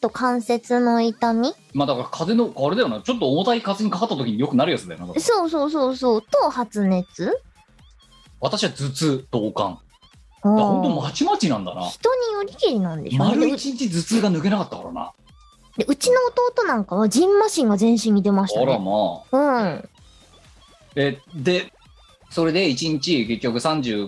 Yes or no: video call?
yes